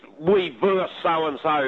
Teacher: And you'll hear people say, like having sports commentators, oh, well, next week, Hawthorn versus Carlton, and I just can't even see how that's come to be, that one, to drop that last syllable off the word versus, meaning one team playing another